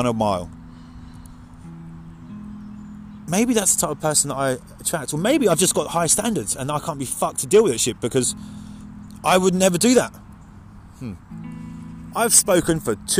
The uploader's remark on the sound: In this episode we complete a stupid o'clock AM walk to listen to the birds and clear our minds. Releasing your tension in the forest with birds.